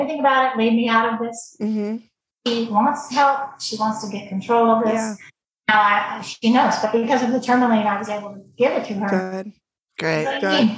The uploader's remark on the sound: The sound was a little challenging. Zoom is fucked up in that when someone speaks it mutes everyone else, and we were on a slight delay so we didn’t even know when we were talking over each other.